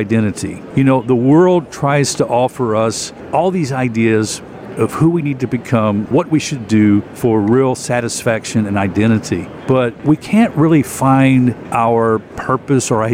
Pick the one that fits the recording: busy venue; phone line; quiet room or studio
busy venue